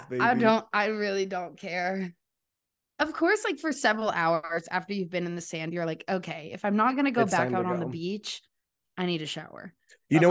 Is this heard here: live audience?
no